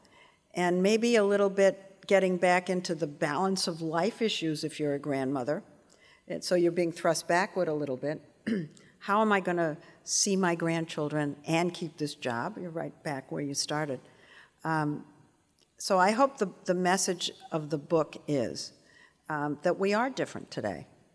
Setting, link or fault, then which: setting, live audience